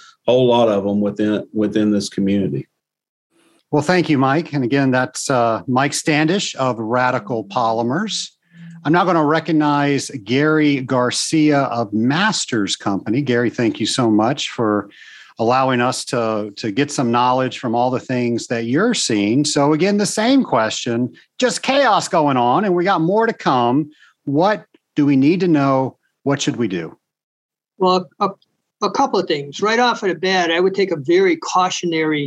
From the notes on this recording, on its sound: the video recording from the Zoom Roundtable conversation